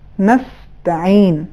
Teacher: نستعین اس میں ادغام نہیں ہے. سین کا حرف ت میں ادغام صحیح نہیں ہے